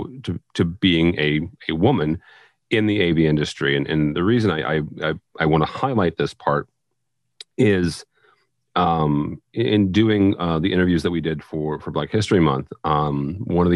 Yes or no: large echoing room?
no